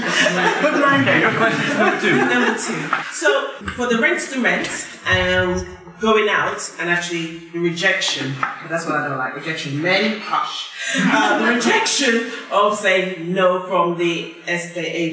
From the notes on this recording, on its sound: Live at PPN Blackfriars